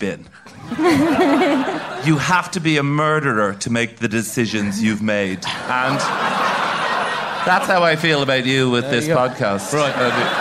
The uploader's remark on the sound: a live show from Batmania